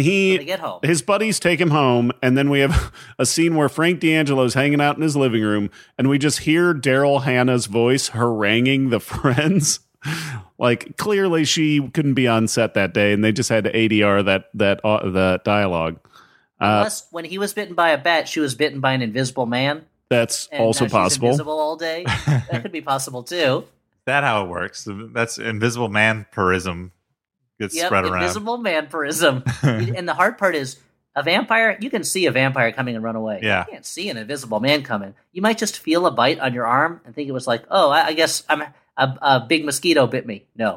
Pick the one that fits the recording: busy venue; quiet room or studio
quiet room or studio